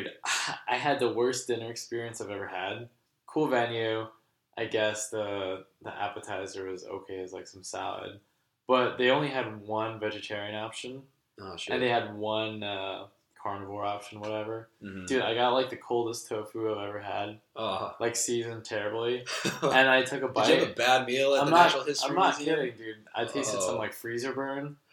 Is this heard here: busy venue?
no